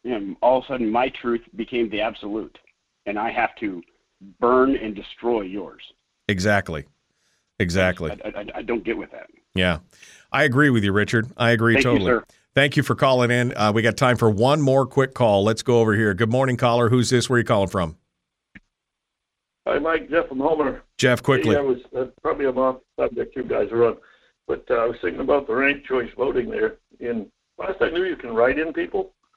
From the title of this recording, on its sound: Phone Calls